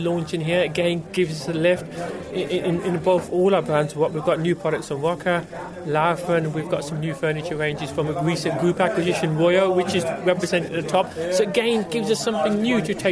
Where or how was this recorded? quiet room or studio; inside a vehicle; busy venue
busy venue